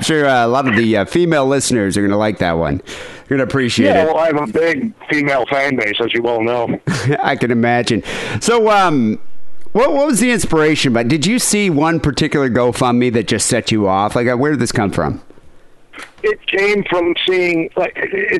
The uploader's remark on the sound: Phone calls.